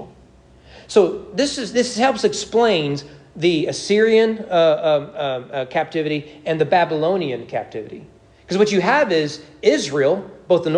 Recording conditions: large echoing room